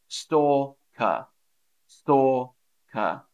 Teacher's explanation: So obviously I said Water, Walter, and there I do say the L with the name, but with this word, I don't really say the L, so I say stalker, stalker, yeah, stalker. Don't say the R at the end, it's a bit of a schwa at the end, stalker, stalker.